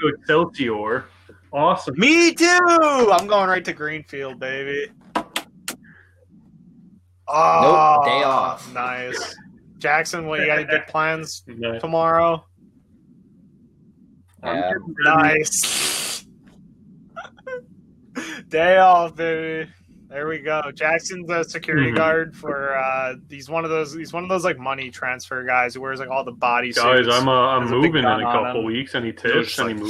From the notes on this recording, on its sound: The Terrible Audio Episode. Dumping old live episodes.